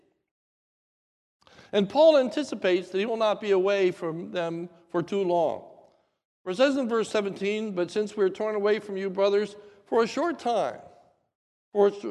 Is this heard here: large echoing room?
yes